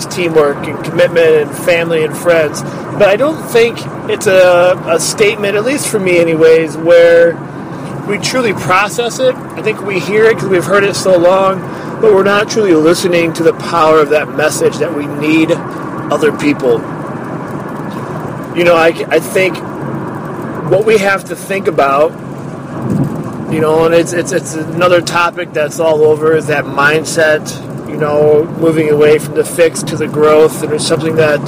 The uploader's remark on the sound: I am adding a new bit called Mini Thoughts where I will share an unedited, uncut idea from my iPhone. Often times when I drive I record my ideas to develop later on.